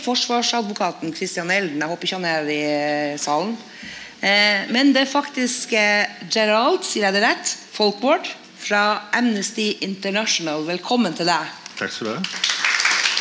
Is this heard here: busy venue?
yes